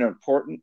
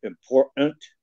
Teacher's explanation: if there's a T in the middle of a multisyllabic word, they drop it and they just use a glottal stop now · Shown in: second take